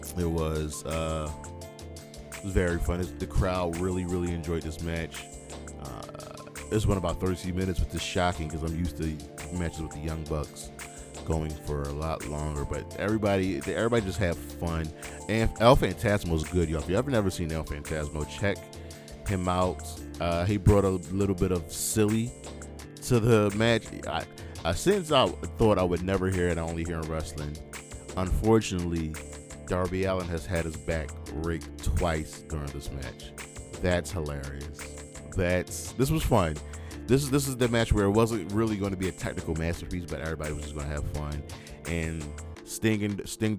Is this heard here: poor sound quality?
no